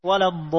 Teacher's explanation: Pertahankan tebal atau mufakhom pada alif, karena huruf sebelumnya mufakhom.